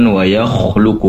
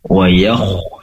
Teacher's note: pastikan kho tetap tebal walaupun dia berdampingan dengan ya yang memiliki sifat tipis. Jangan sampai terdengar tipis kho-nya dikarenakan berdampingan dengan ya, menjadi wayakhluku.